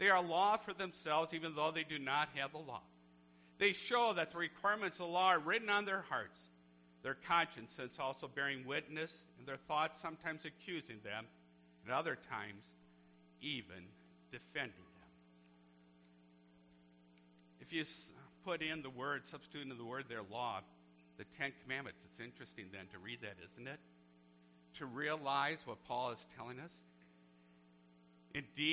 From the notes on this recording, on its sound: A Church service recorded on 3/5/17 at Living Water Lutheran Church, Oshkosh.